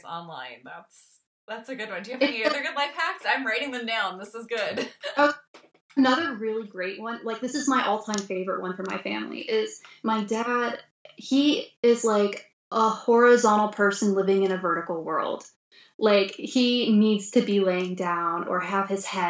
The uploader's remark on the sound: Our Skype call was internet cursed